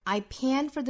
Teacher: for the 两个词也要弱读，f o r 是弱读成 fur。I pant for the music which isdivine，注意弱读的节奏。I pant for